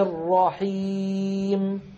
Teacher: الميم المتطرفة والأخيرة عندما وقفنا عليها سكنت، فصار زمنها مساو لزمن رب العالمين